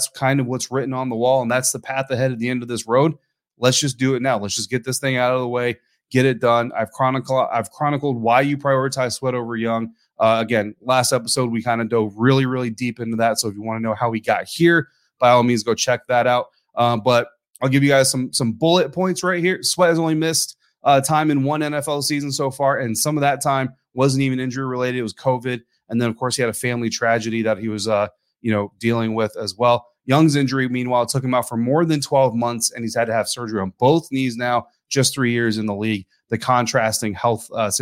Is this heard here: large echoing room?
no